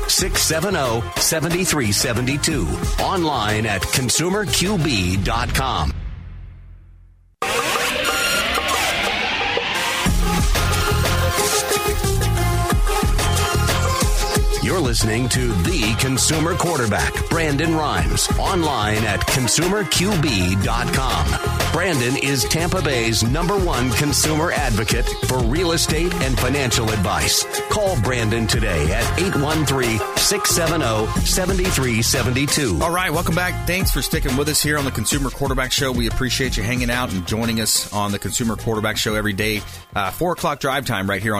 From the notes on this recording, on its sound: on the phone